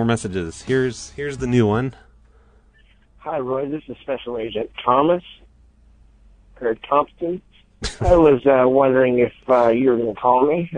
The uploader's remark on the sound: Prank Phone Calls Collection